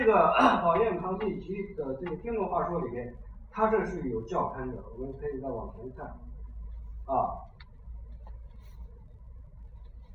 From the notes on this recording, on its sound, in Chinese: 讲座录音。